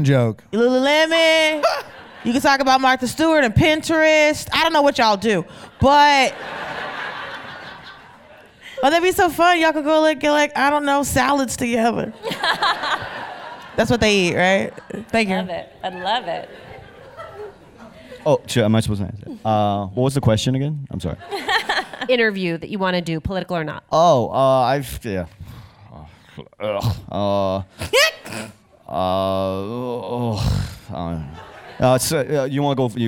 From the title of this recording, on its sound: The Daily Show Correspondents' 92nd Street Y Panel